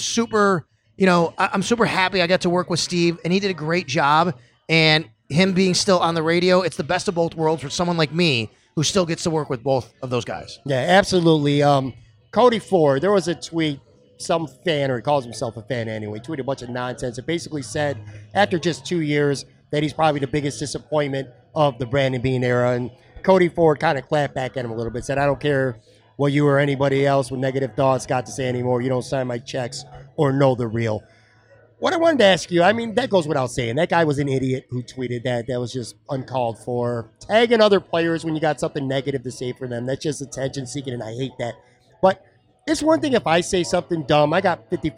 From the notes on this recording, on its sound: Taped at Sports City Pizza Pub on the west side. Arguably his favorite all-around bar in Western New York.